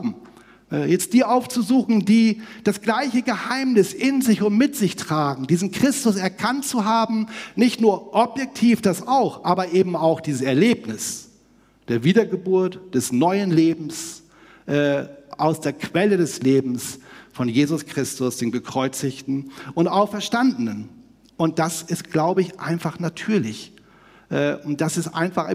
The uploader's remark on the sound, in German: aus dem Einführungsgottesdienst der Missionsberg-Gemeinde (LM)